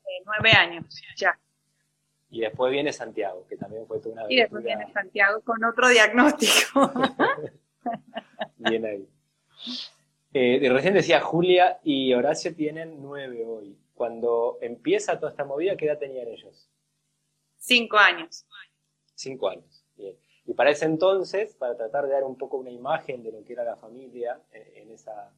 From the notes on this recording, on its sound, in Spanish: Audio de la charla en vivo por Instagram